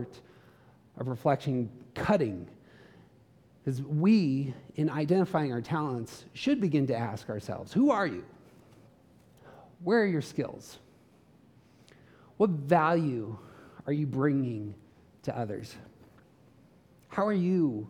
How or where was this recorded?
live audience